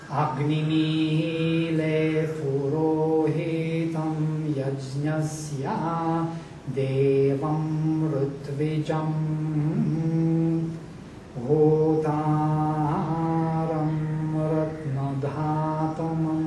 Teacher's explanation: Now we are reading all in Taittiriya style, that Svarita is higher than Udatta.